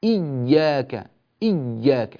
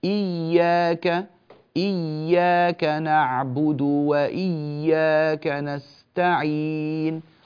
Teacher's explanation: يبالغ في تشديدها والضغط على مخرجها حتى تصير كالجيم · Shown in: first take